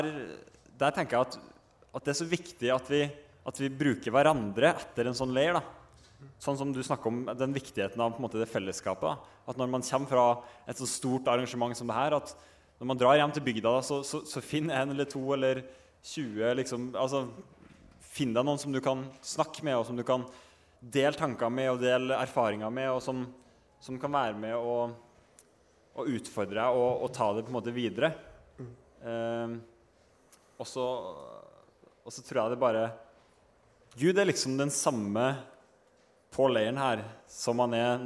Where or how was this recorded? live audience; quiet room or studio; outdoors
live audience